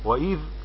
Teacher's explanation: وإذ الواو حرف عطف مبنى على الفتح، والذال الذال رخوة ومجهورة من صفاتها الرخوة الجهر، والهمزة همزة قطع مكسورة محققة بدءا ووصلا، ونقف على الذال بالسكون.